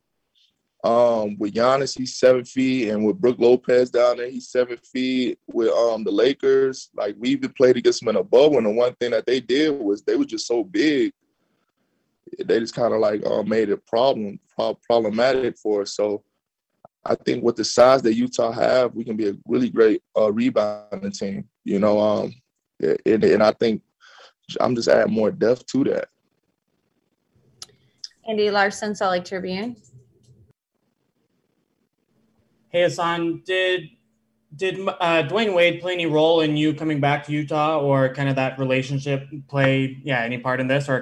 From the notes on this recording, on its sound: Introductory press conference. Spoke with Utah media for the first time as a Jazz player on Monday afternoon, via ZOOM.